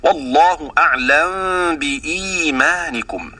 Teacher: والمعنى: إذا كان قبل الميم حرف متحرك وجاء بعدها باء فإن الميم تسكن عند السوسي ثم تخفى كوجه الإخفاء الشفوي تماما بتمام